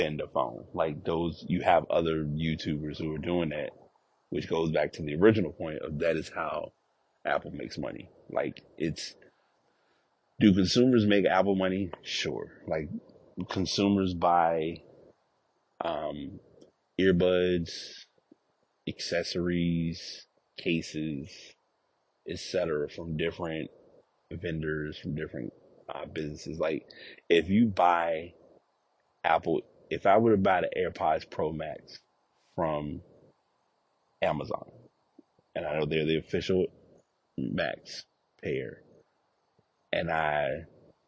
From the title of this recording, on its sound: Walk Recording